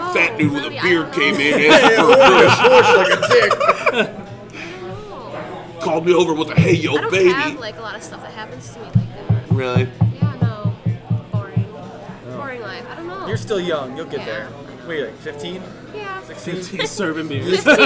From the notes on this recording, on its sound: Live at Porch Willoughby 37638 Vine St, Willoughby, OH 44094.